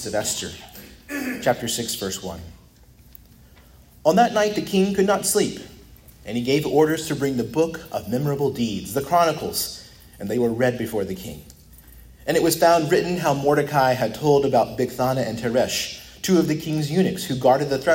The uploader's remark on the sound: preached at Christ Our Savior Baptist Church